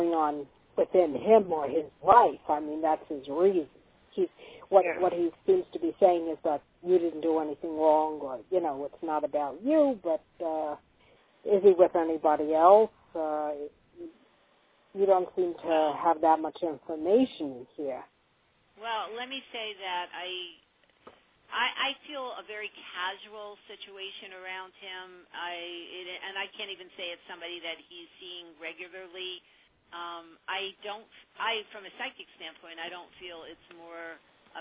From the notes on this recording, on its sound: a live call-in radio talk show